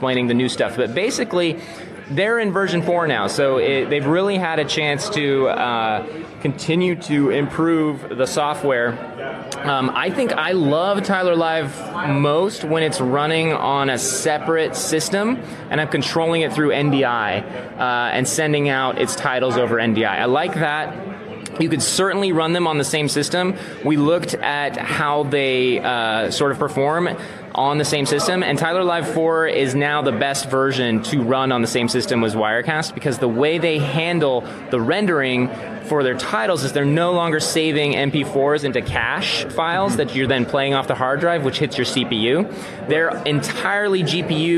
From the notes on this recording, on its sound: Recorded live at VidSummit 2018 in Los Angeles.